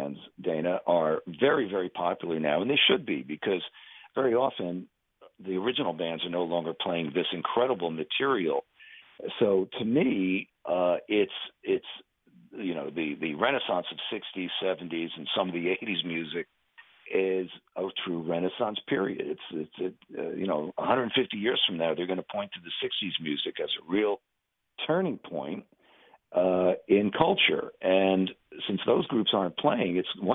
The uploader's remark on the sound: chat by phone